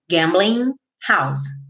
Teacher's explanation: Gambling termina com ing. Esse G normalmente não é pronunciado